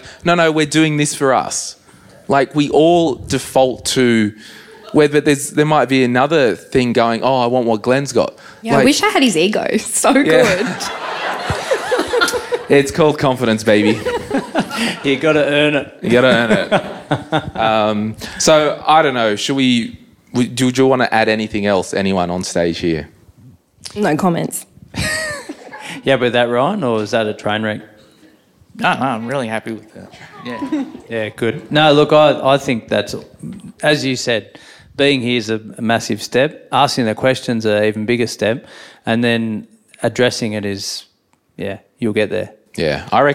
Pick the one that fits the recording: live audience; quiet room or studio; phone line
live audience